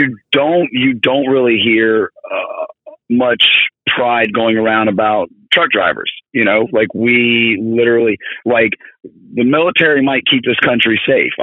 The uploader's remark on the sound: calls in from the road